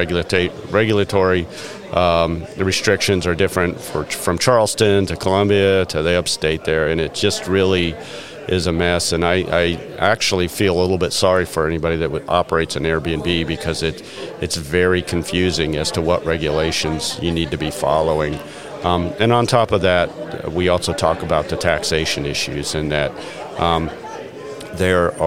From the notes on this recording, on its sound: What follows is the second episode in a series recorded at the 2023 South Carolina Restaurant and Hospitality Association Conference in Greenville, South Carolina.